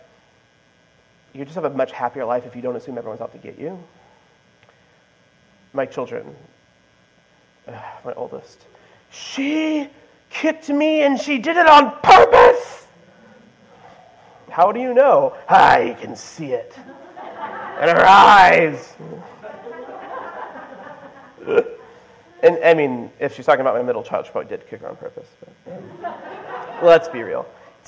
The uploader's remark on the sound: This is the presentation I gave at the Society for Classical Learning Conference in June 2023.